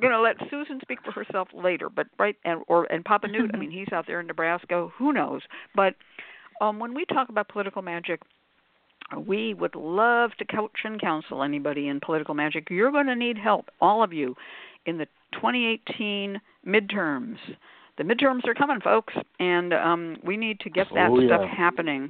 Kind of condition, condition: link, phone line